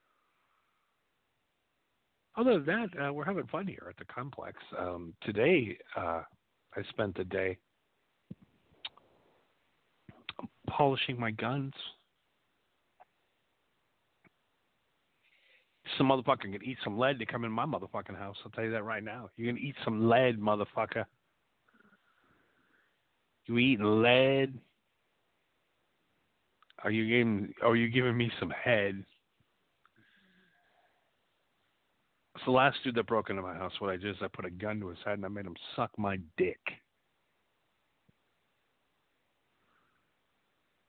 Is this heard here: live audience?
no